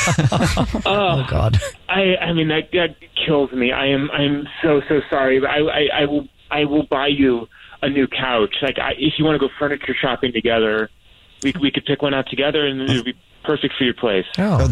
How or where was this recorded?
phone line